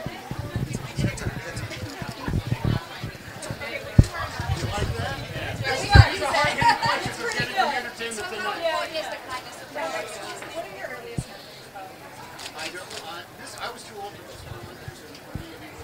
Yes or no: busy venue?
yes